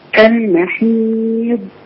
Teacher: آخرها ضاد ساكنة مستطالة